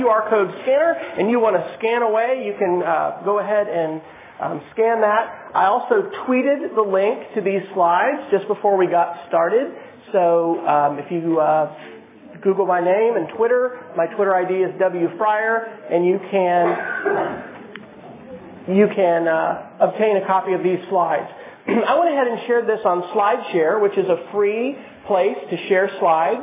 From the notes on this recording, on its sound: keynote presentation for students and faculty in the College of Education at the University of Oklahoma